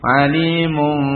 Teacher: mengganti nun atau di sini tanwin sama dengan nun sukun ya, menjadi mim dengan mengikhfakan, menyembunyikan mimnya ya. Tapi tanpa gunnah ya, tanpa khisyum. Alimum hanya di bibir saja ya, dengan apa, intibaqus syafatain khafif ya, nempel ke dua bibir dengan ringan ya, tidak juga tidak alimum. · Term: ikhlab